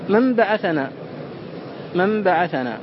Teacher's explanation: ما في النطق بالنون الساكنة قبل الباء من العسر لاختلاف مخرجيهما، مع منافرة لين النون وغنتها لشدة الباء. وهذا القلب واجب في اللغة، فلا يصح إبقاء النون نونا هنا، بل لا بد من قلبها ميما، وهو مقصور عن النطق دون الكتابة، فتبقى في الكتابة صورة النون على حالها.